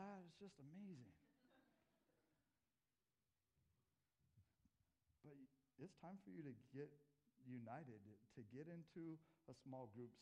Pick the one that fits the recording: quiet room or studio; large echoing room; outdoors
large echoing room